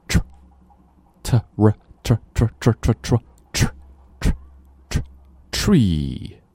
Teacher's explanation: 开头的时候在 t 那儿，然后舌头往里卷